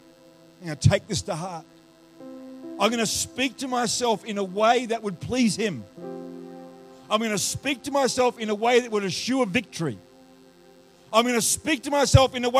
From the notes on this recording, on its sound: The live stream of Destiny Church Atherton